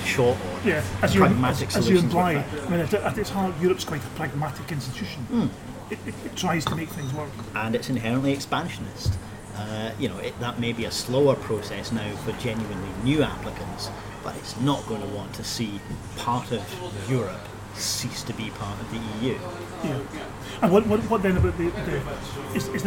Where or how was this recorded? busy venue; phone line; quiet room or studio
busy venue